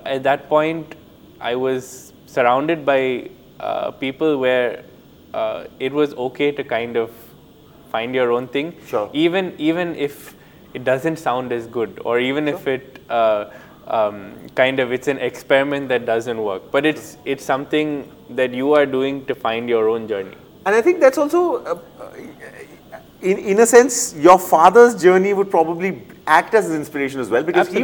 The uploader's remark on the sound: This episode was recorded at the Jaipur Literature Festival 2022 in March.